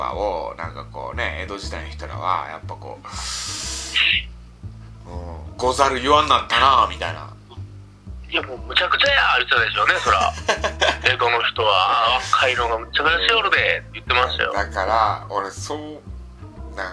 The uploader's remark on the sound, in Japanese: アイフォーンでの電話収録